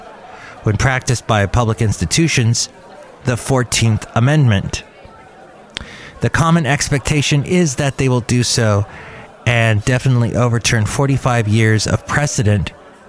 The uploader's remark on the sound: Podcasts live from Cafe Anyway.